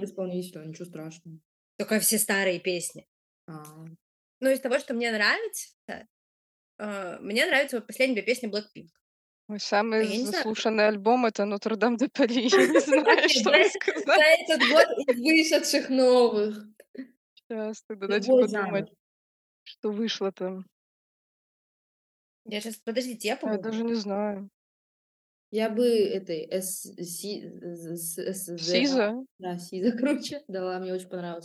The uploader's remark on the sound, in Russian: Disclaimer: первый блин комом, звук шалит.